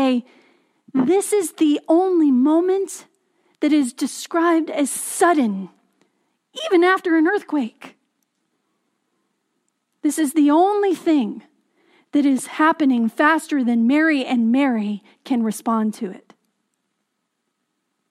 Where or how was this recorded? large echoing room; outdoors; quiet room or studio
large echoing room